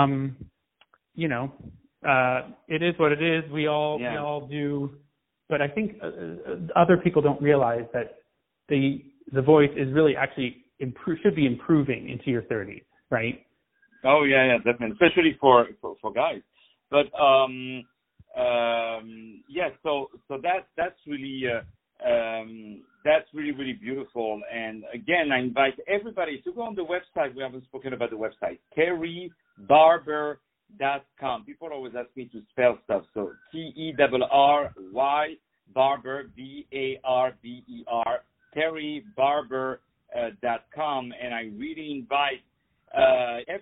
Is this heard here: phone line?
yes